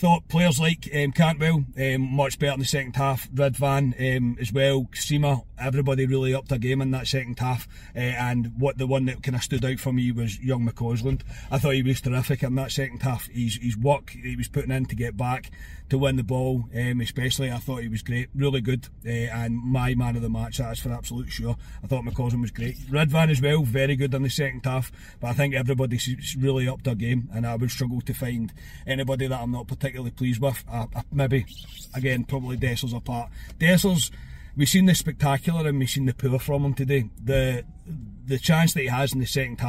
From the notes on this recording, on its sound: Reaction from the car after leaving Ibrox.